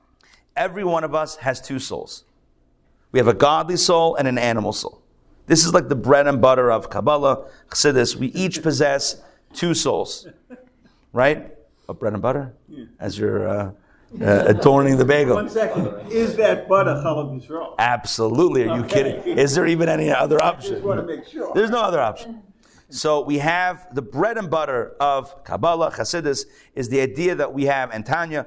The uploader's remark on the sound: Recorded live at The Torah Center ATL